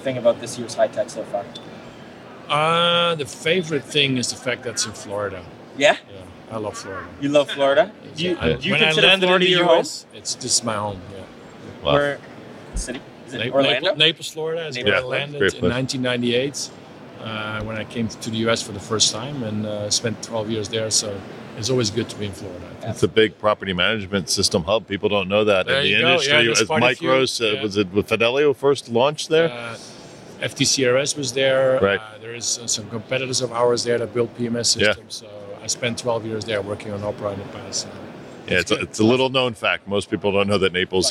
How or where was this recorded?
busy venue